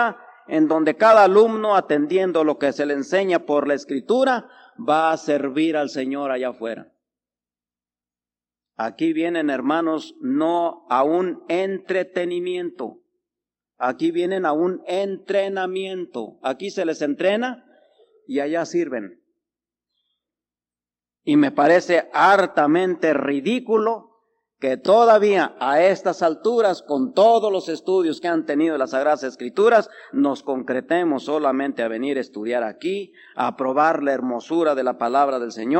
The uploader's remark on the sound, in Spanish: Grabado el 8 de Diciembre de 1985 Culto de las 12 Hrs